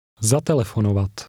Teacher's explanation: Remember to stress the first syllable.